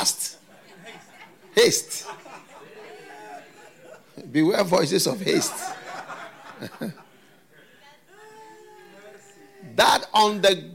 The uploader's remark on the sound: Preached at FLOW Church Service.